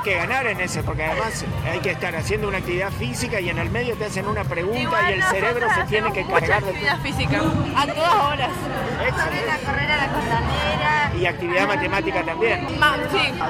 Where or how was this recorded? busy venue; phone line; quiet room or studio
busy venue